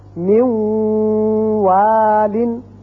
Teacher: واو ہے نون ساکن کے بعد، تو یہاں بھی ادغام کریں گے غنے کے ساتھ